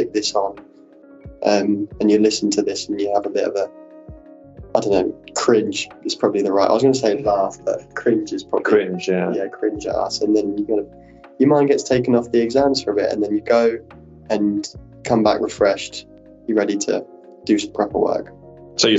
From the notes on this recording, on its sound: Barbershop Pilot Ramble. Testing a couple of locations for recording the pod results in some questionable audio quality. We would like to assure you that the first half of this recording is the worst audio you will listen to.